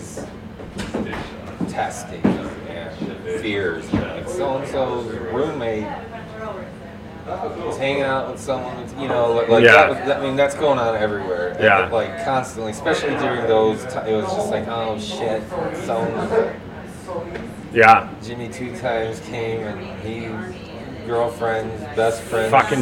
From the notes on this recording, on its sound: Recorded LIVE in front of a socially distanced audience of patrons!